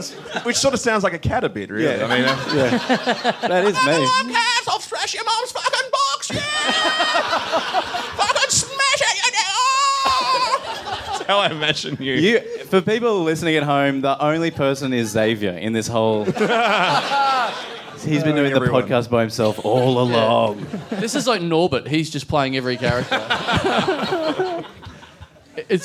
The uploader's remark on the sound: Recorded LIVE at Five Boroughs. As part of the Melbourne International Comedy Festival.